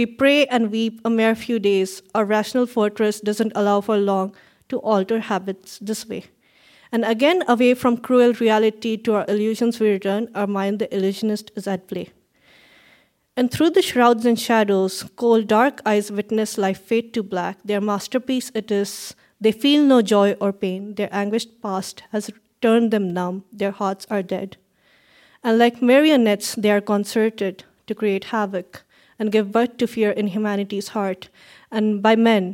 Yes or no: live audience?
yes